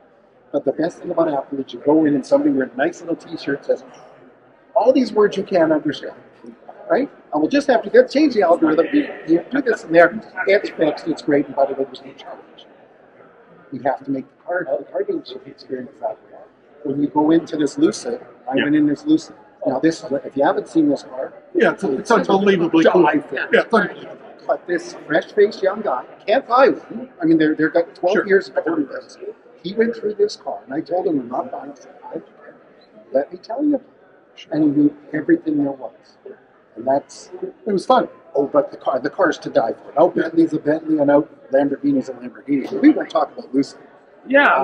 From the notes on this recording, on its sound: This special "Ambush Interview" from Driving Sales 2022 in Las Vegas.